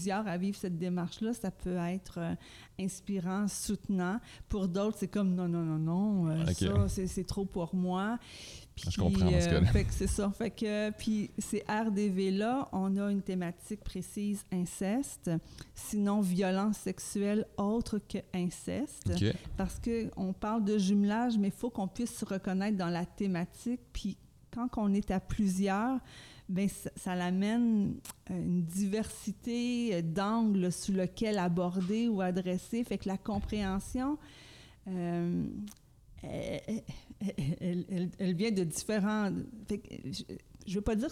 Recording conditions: busy venue